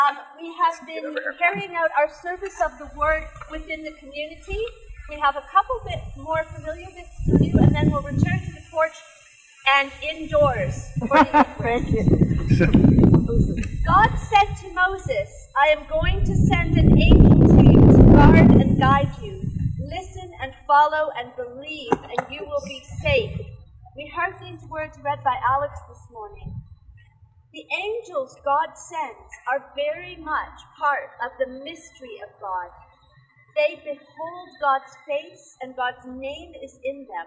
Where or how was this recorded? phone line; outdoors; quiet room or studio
outdoors